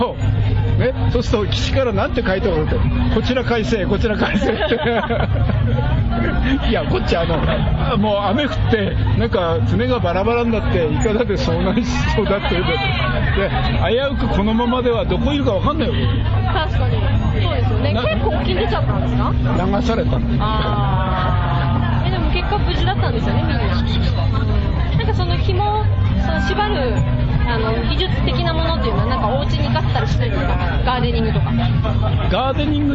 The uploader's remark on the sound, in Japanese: クルーズライブ in 横浜。FBライブ配信のもようをお届けします。裏すま” in 横浜 の裏企画 カクテルクルーズにて収録したものをお届けします。